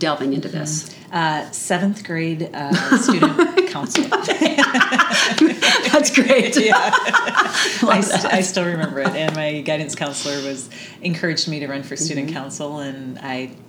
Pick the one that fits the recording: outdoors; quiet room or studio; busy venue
busy venue